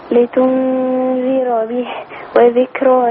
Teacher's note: خلي بالك من الراء المفتوحة بيني تفخمها